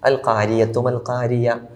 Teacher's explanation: അൽ ഖാരിഅ എന്ന് പറയുന്നിടത്ത് പിന്നെ ആയിന് ആയിനെ പലപ്പോഴും പലരും ഓതുമ്പോൾ അശ്രദ്ധമായി ഓതുന്നത് കൊണ്ട് മാത്രം ആയിന് യാ ആയിട്ട് പറയും.